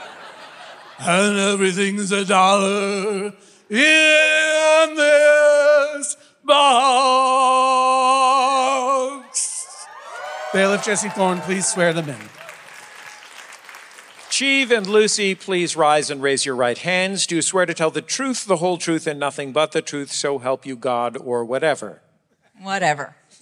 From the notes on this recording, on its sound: This episode was recorded in front of a LIVE audience on the Van Freaks Roadshow! All the way from The Wilbur in Boston.